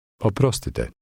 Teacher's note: Did you hear the rolling R sound in this word?